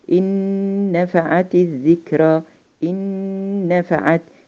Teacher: فانا بنطق النون المشدده بغنه وبالتالي يبقى أنا أدغمت النون الأولى في النون الثانية ولذلك بنقول · Term: إدغام بغنة